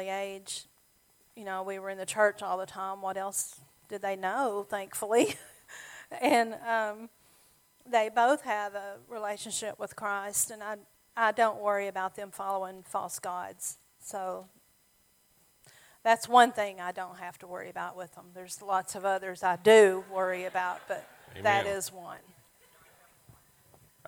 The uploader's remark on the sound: Sermon audio from our Mother's Day service